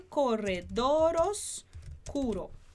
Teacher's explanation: A gente vai juntar o R de corredor com o O de oscuro também.